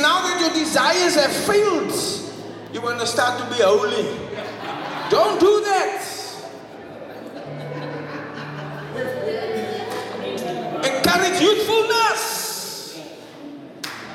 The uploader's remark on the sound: Preached at the Bethel Assembly of God Church in Sydenham, Durban-South Africa